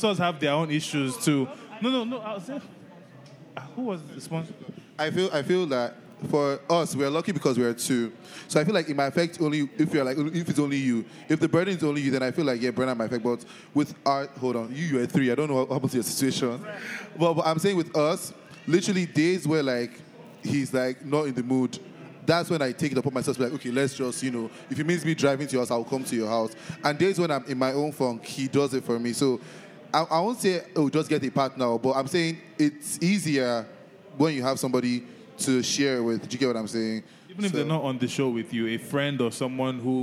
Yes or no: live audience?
yes